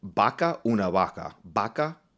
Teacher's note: in Spanish, there's also a bilabial fricative, ba, like as in baca una vaca, baca.